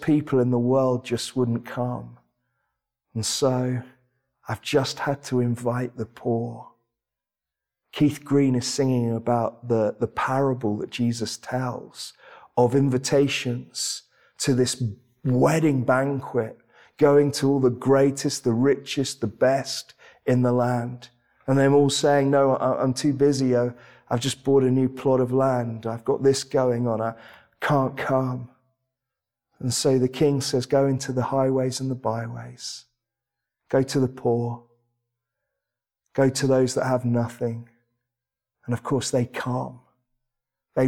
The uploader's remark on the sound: This sermon was preached at Welcome Baptist Church.